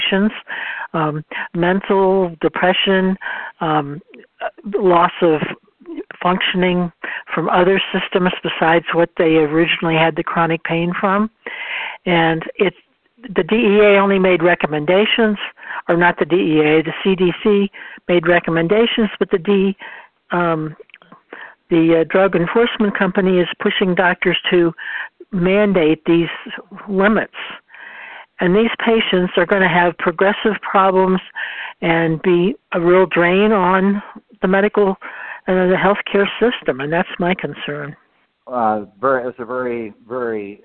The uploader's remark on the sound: a conference call